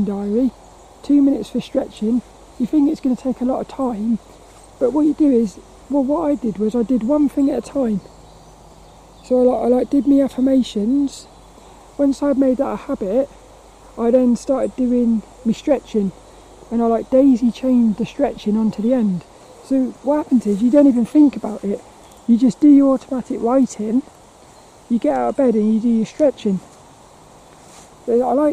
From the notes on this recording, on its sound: The battery on my camera died right as I said bye on this one. This walk and talk around Plymridge Woods.